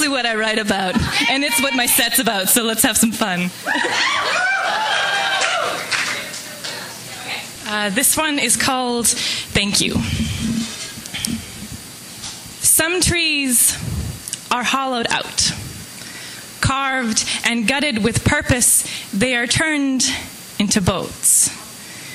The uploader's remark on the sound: Live from the Vancouver Poetry Slam.